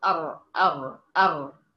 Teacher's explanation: لما بيرجع لسان المزمار للخلف الحلق بيضيق، الحلق بيضيق، ولما الحلق بيضيق بيحصل ارتداد للصوت في قبة الحنك، في قبة الحنك، فيطلع الحرف مفخم.